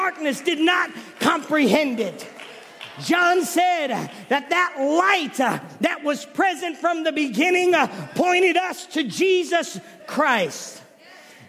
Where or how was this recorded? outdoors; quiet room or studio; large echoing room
large echoing room